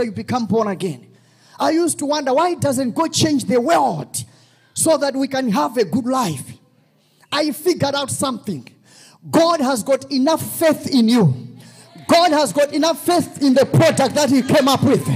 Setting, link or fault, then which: setting, large echoing room